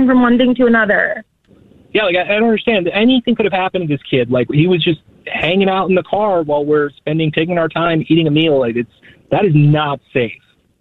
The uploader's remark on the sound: We get that other person on the phone